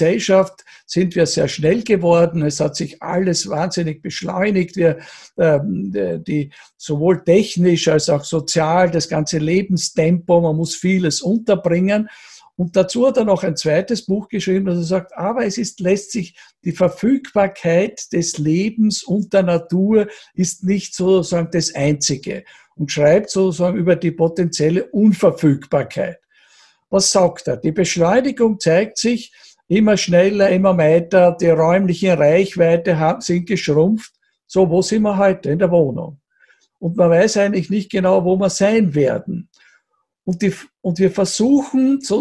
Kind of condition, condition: link, video call